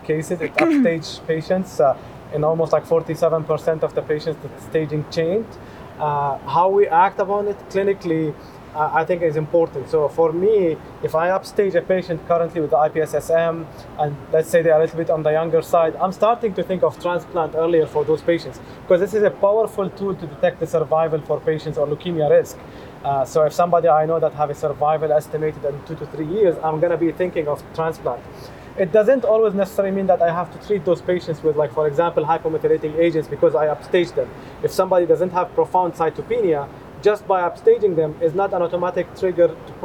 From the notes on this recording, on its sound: This discussion was filmed at the Eleventh Annual Meeting of the Society of Hematologic Oncology (SOHO 2023) held in Houston, TX.